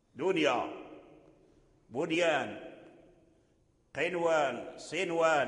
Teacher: وتظهر النون لواو أو ياء في نحو قنوان ونحو الدنيا · Term: الإظهار